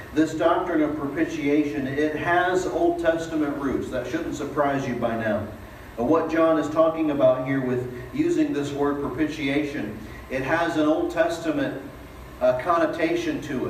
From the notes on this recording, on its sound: Delivered at East Eleventh Street Baptist Church